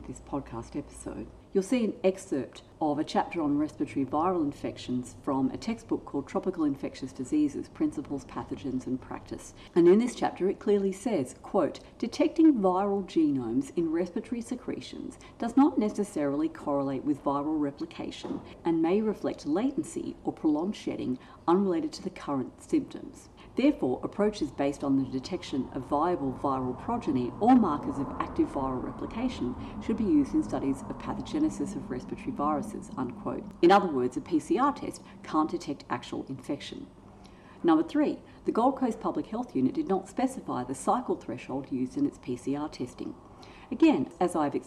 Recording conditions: sounds in the background